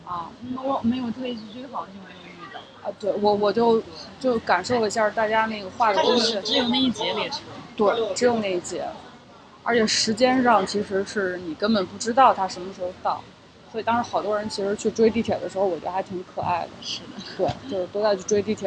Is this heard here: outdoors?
yes